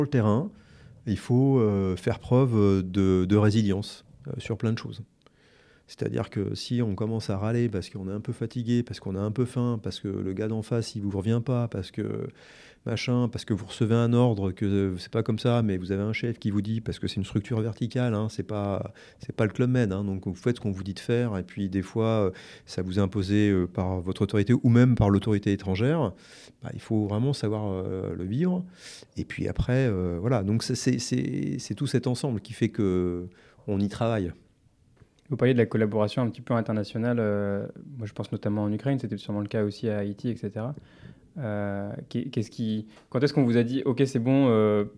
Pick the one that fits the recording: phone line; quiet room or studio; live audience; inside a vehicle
quiet room or studio